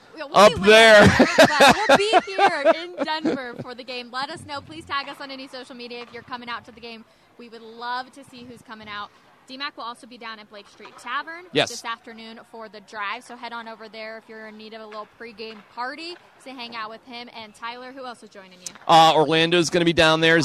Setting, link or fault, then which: setting, busy venue